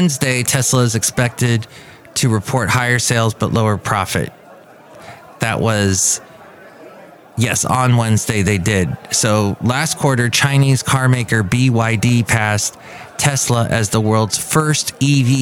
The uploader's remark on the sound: Podcasts live from Café Anyway.